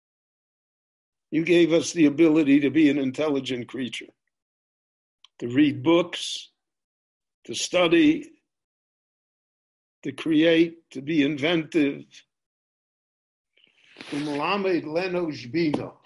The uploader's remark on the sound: This lecture was recorded LIVE via Zoom in Jerusalem on July 19, 2020.